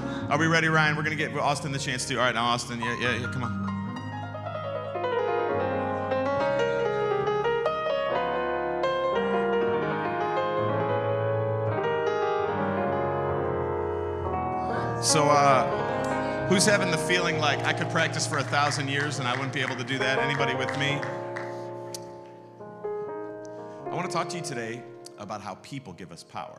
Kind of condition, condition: setting, large echoing room